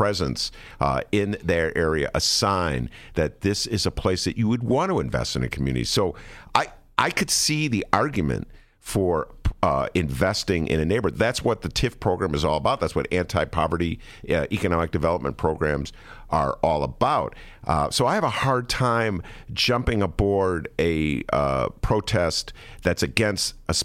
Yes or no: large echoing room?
no